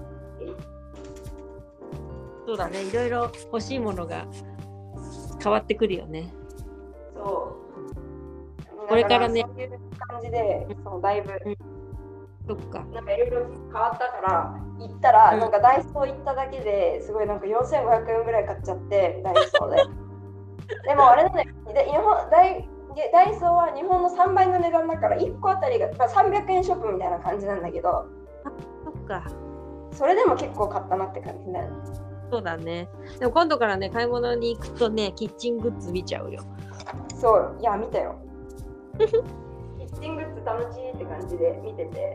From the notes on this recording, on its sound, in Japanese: おでんを作りながら収録しました。